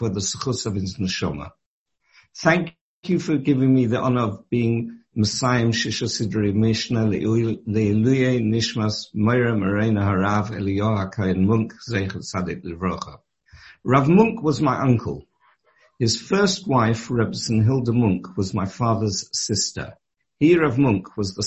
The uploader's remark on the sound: Delivered and recorded over Zoom.